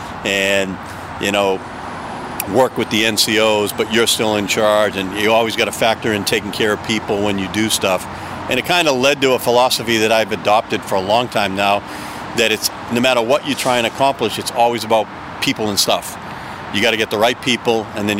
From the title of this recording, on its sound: Takin A Walk in Charlestown Massachusetts